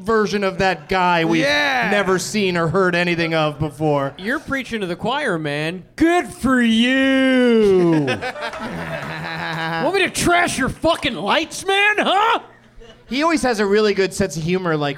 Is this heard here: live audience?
yes